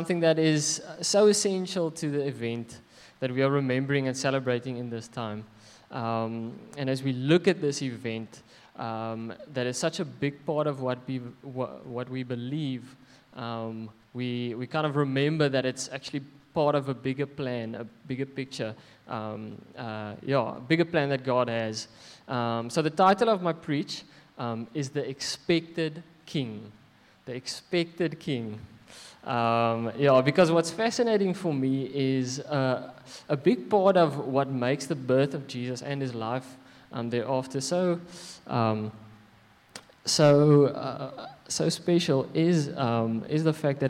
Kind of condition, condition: setting, large echoing room